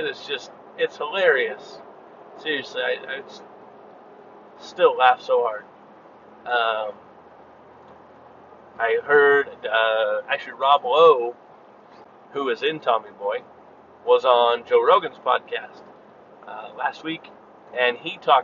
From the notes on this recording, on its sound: This was me driving and talking